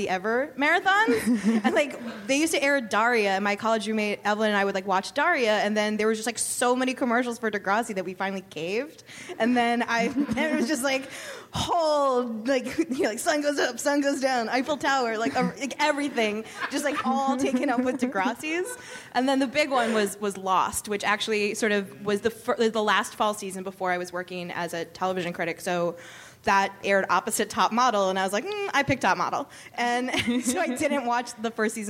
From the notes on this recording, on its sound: A special live taping of the Vulture TV podcast at the New York Television Festival.